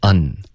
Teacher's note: Un 发成了 un, OK,别用后鼻音，要顶舌尖 un.